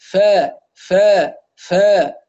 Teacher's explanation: الفاء تخرج من باطن الشفة السفلى مع أطراف الثنايا العليا. فا لا نقول فا لا يكون لا تكون الأسنان العليا هنا في الجهة الخارجية من الشفة السفلى.